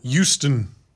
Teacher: people from the Northeast who don't pronounce the H in Houston